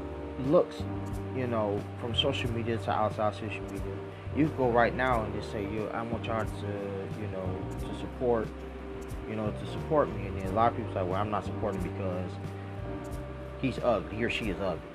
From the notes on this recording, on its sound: By the way sorry for the fan in the background of this episode.